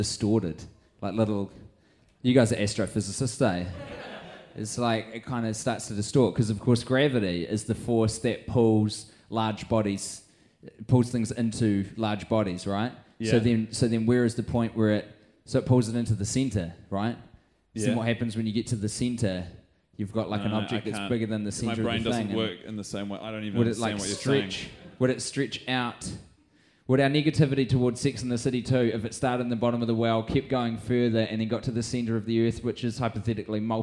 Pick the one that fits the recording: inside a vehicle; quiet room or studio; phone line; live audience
live audience